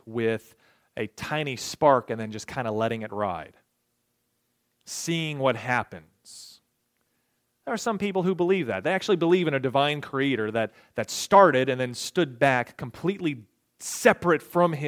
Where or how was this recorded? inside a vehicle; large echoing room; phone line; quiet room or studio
large echoing room